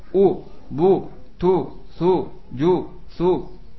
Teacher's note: bi dhamma syafatain, dengan memoncongkan dua bibir. U, ya. Dari mulai U sampai Yu. · Term: dhammah